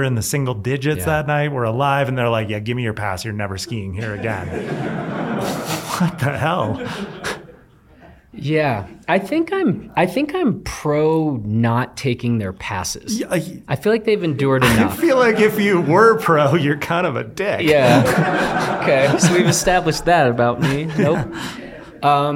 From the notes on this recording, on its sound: Last week at our Blister Summit. In front of a live audience.